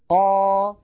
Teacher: اسمعوني جيدا، ق، هذه قاف مفتوحة، ق، هذه قاف مفتوحة بعدها ألف. كيف نشأت هذه الألف؟ نشأت من تطويل فتحة ق، إذن طولت فتحة ق فنشأ حرف الألف. · Term: المد الطبيعي